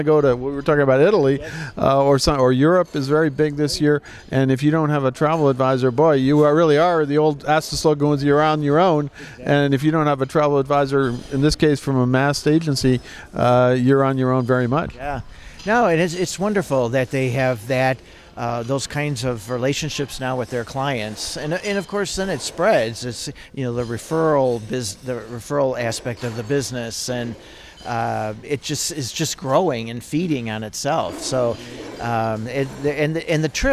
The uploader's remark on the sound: at MAST’s recent conference in Las Vegas